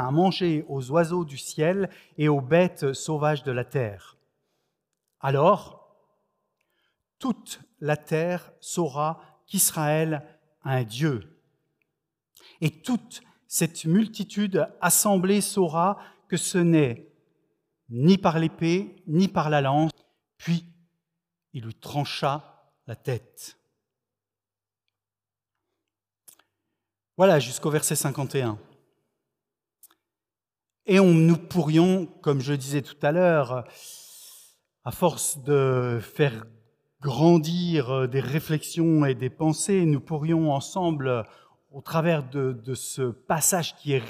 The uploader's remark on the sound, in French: Enregistré à l'église CVV, le 25/07/2021